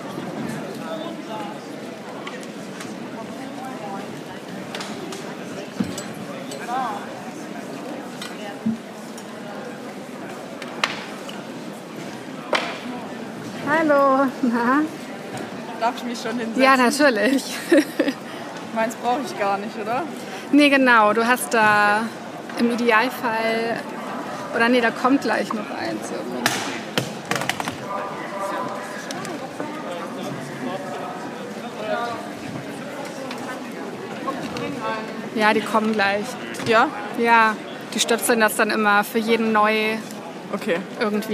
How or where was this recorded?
busy venue